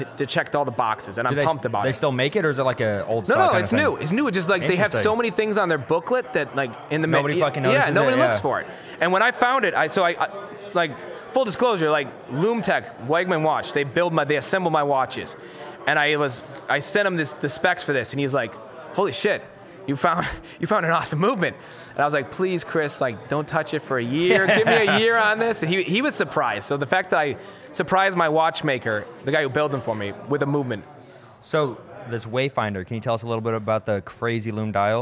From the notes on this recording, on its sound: Take a trip to Illinois to attend MicroLux Chicago 2023. Little did they know they we're gonna be put in a kitchen to do interviews.